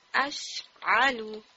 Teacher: سین کی آواز رک جاتی ہے لیکن جو سانس ہے وہ آپ کو فیل ہوتا ہے کہ باہر آپ کو فیلنگ آتی ہے، ہوا جو ہے وہ آپ فیل کر سکتے ہیں. · Term: ہمز